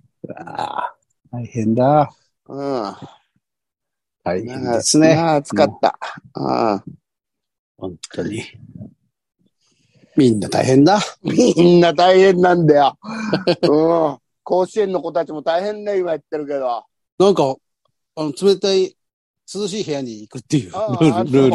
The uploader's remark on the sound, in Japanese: ZOOMで収録